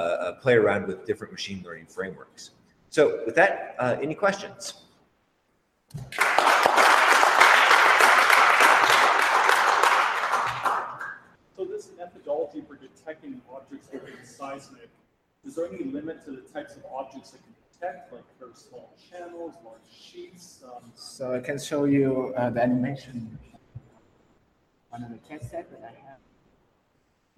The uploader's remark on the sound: This week's episode is an audio only version of the presentations at the 2018 Subsurface Hackathon in Salt Lake City.